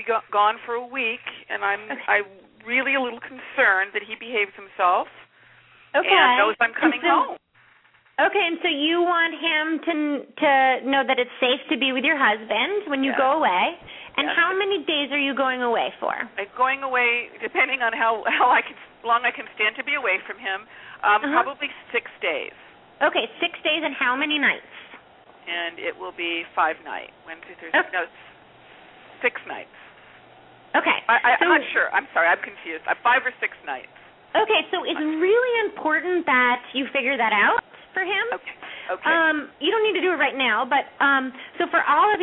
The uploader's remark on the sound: open up the lines for listeners to call